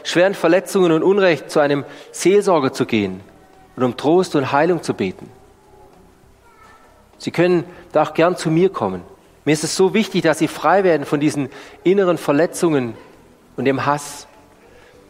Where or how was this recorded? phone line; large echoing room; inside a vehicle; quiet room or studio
large echoing room